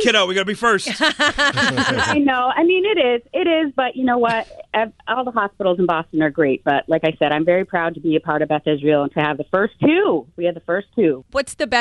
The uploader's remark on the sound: A labor and delivery nurse, called in to tell us about working on NYE!